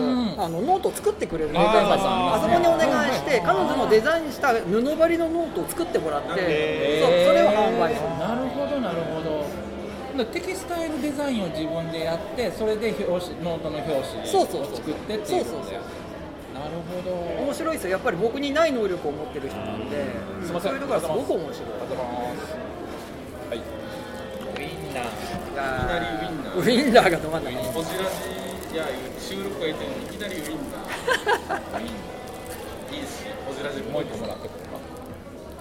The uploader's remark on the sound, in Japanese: 特別編：FRAT3会場より。今回は特別編として、FRAT3の会場での収録の模様をお届けします。